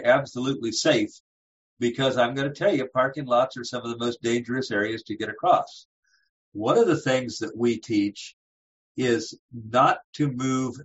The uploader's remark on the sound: CCLVI ZOOM call with Certified orientation and mobility specialist. Recording includes a question and answer session.